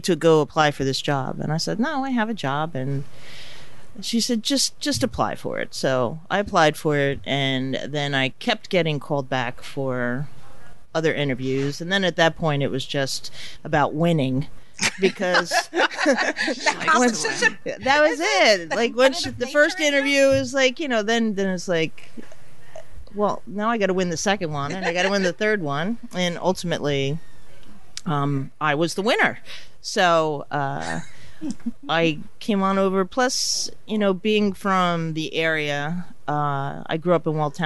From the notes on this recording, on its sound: A Talk of Success is LIVE at The Stone Pony in Asbury Park